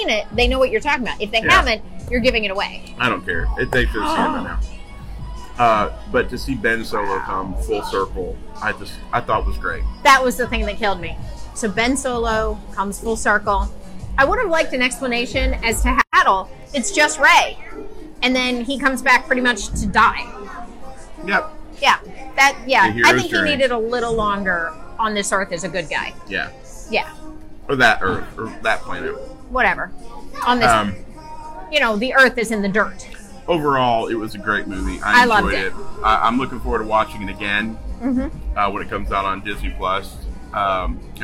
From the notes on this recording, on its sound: WDW Parkhoppers LIVE coming to you from Splitsville at Disney Springs